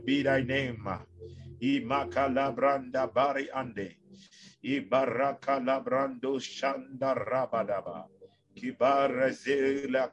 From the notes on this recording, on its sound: Zoom meeting